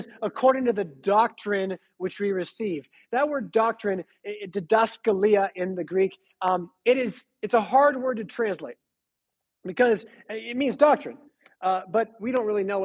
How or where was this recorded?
large echoing room